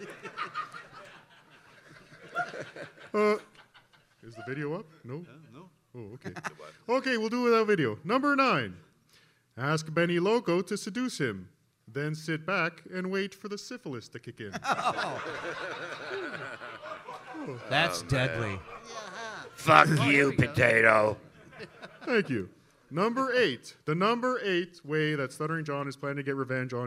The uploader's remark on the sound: The Uncle Rico Show LIVE from DabbleCon!